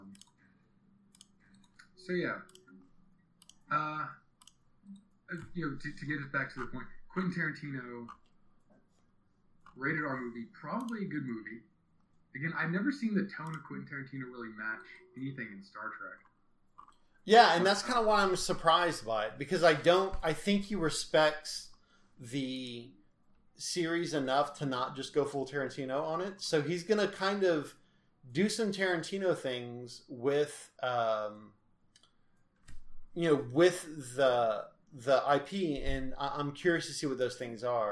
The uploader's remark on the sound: You’ll have to excuse the audio. Started this conversation over a friendly game of Stellaris and the topic of Tarantino’s Trek came up and we started recording…without headphones.